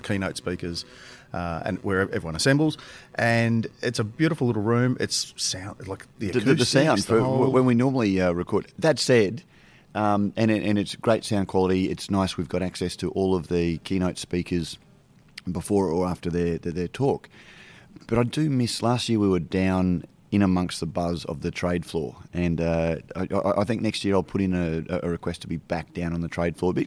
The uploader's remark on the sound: record live from BrewCon 2019 to discuss the news of the week